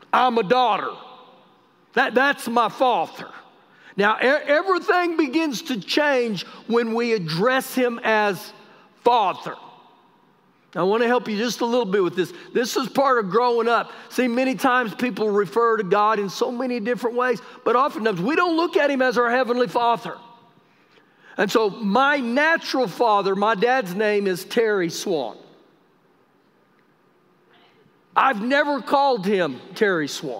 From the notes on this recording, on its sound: Recorded live during our Wednesday night service